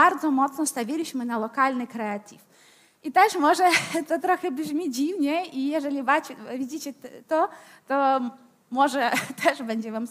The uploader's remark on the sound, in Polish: Odcinek jest nagraniem wystąpienia z Weekendu Kapitalizmu - trzech dni celebracji wolności, niezależności i dobrego biznesu; prelekcji, debat i pokazów filmowych. W 2023 roku widzieliśmy się 24-26 marca w warszawskim Teatrze Palladium.